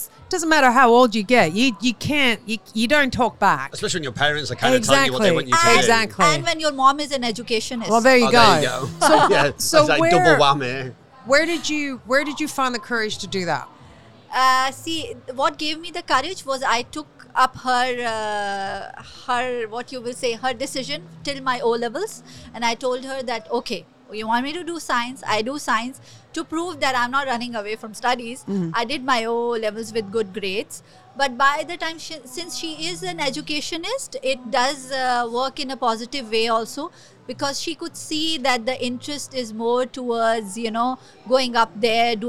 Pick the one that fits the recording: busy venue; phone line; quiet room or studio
busy venue